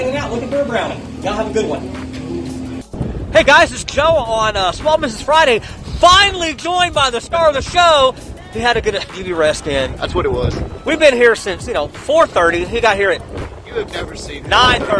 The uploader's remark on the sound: at the Lamar State College–Port Arthur Golf Tournament